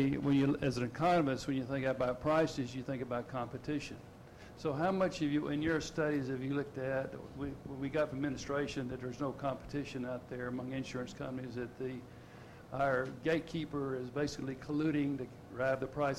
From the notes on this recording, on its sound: GBF 2010 - Opening Dinner/Keynote.